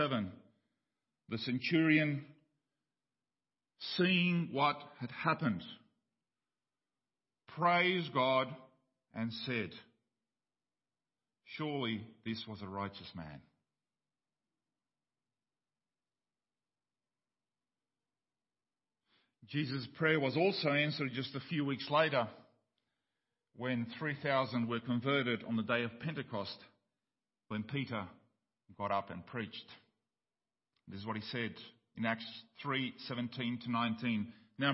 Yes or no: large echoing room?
yes